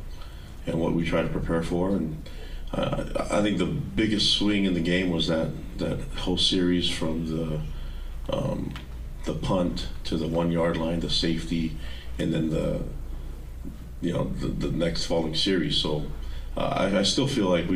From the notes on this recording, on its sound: Postgame Press Conference vs. Arizona.